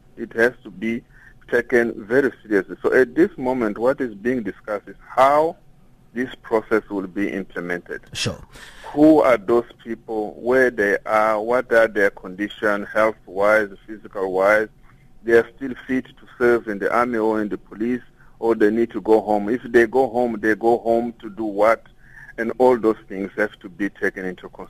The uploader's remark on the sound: we are joined on the line